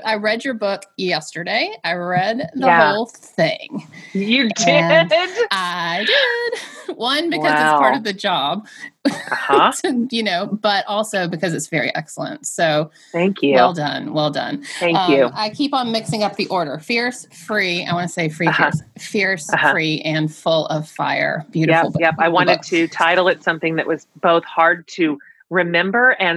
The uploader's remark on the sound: a LIVE recording of the podcast via Zoom